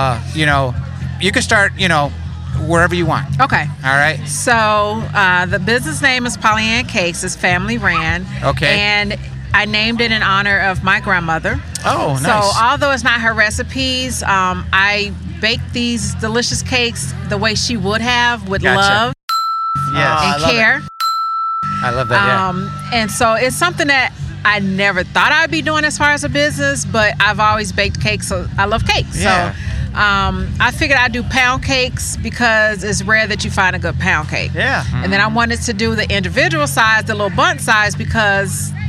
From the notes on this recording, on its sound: We loved connecting with people at the market and we loved the way these much deserved good people got a chance to step up to the mic and made the most of it!